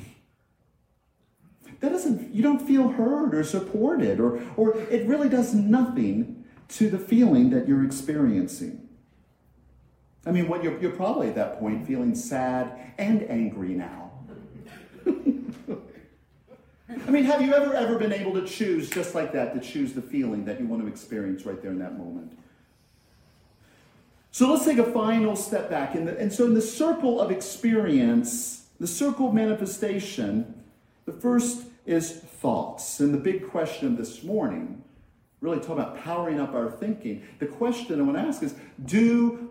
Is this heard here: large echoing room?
yes